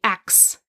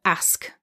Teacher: in the South and in the African American dialect, it's very common to say axe instead of ask · Shown in: first take